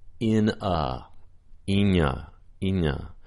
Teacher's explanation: When we have N at the end of a word, we might get more of the same laminal middle of the tongue articulation if it's linking into a vowel · Term: nya sound